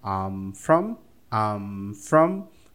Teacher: Quando eu fecho a boca no M, eu já junto com from.